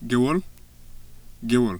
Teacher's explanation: The Wolof W is sometimes pronounced as a labiodental approximate.